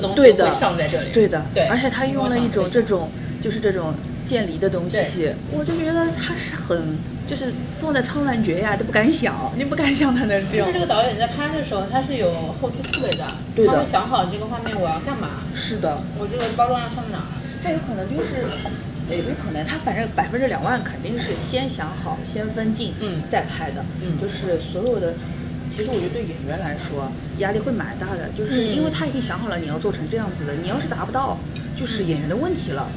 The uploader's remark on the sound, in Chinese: 本次录制花费：洋风炭火屋 398元，整2期！